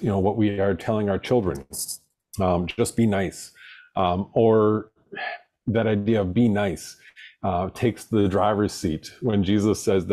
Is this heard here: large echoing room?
no